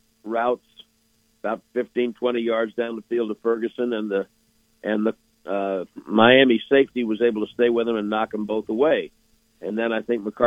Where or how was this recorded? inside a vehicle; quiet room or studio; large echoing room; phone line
phone line